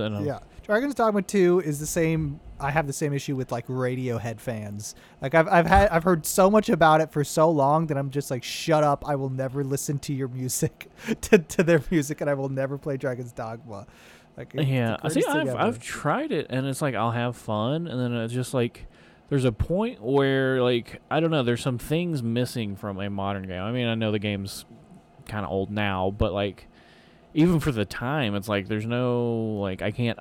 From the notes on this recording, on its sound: The One Where We Get In The TRUCK.